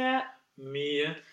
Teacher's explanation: But it's a schwa, it basically replaces an R. · IPA: [ɐ]